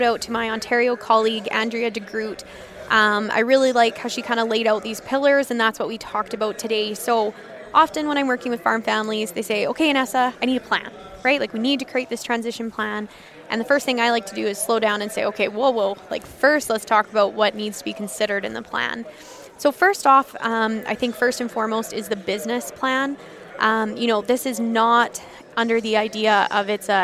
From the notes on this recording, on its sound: This episode was recorded at the 2023 Canadian Beef Industry Conference in Calgary this August.